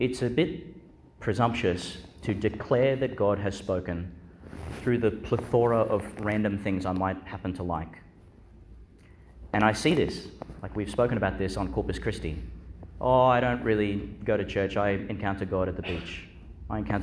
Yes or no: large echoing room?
yes